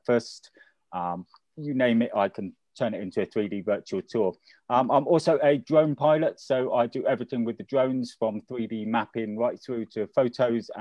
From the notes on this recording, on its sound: Online networking event over Zoom. Listen to the different business owners on the call.